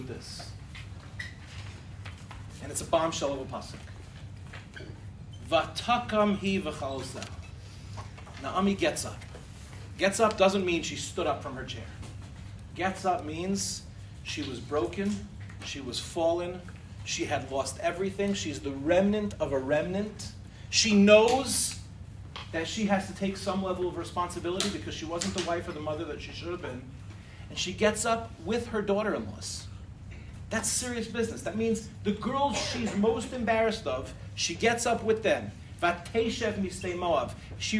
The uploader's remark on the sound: In this shiur, delivered in Michlala